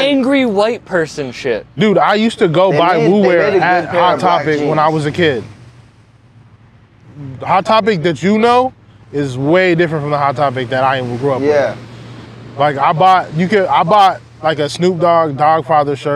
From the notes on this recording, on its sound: Recorded live on Revere Beach.